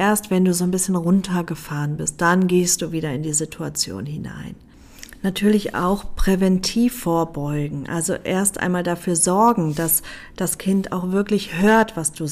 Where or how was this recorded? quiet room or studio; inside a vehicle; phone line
quiet room or studio